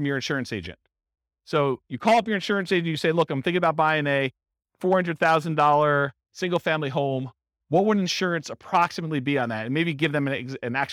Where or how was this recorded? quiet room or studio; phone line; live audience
live audience